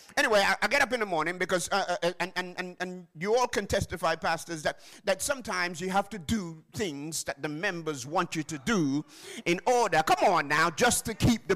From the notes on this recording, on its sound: Live from Plumstead Community SDA Church